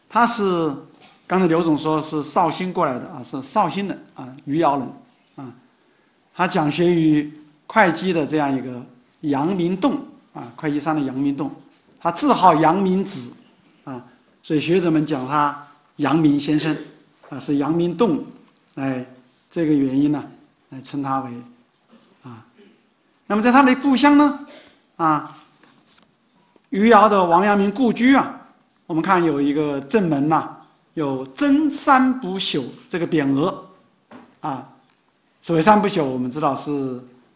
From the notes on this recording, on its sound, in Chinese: 本音频是由“复兴论坛”系列讲座录音整理而成。